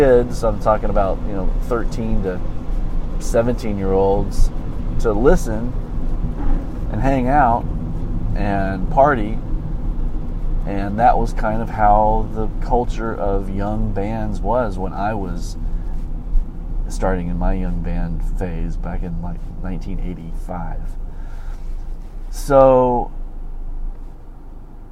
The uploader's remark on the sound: driving to my gig and talking about stuff